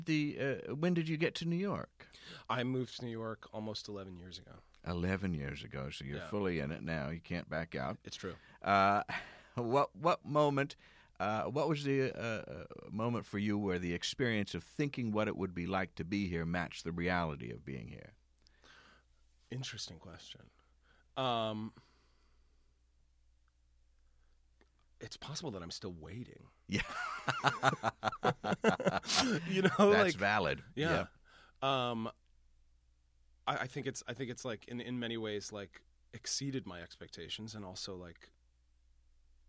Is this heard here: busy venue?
no